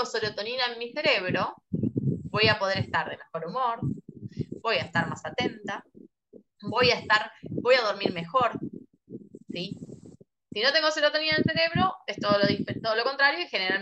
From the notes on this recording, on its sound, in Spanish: Audio de charla de zoom